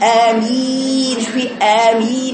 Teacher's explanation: بفتح الهمزة بكسر الميم ومد مد بقوة